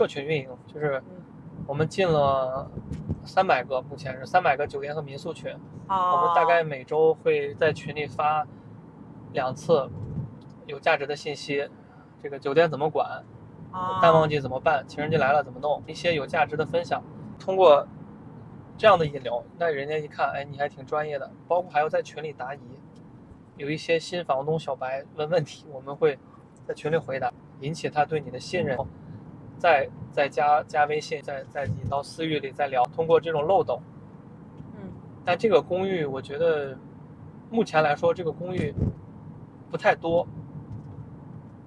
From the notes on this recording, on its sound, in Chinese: 这期很特别，因为我忙着赶车所以是在车上录制的这期播客。